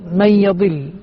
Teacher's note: النون مع الياء إدغام ناقص لذلك لم تشدد الياء.